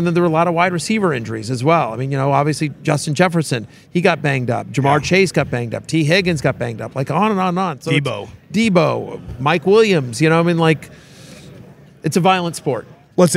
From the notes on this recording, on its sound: Live from the NFL Combine.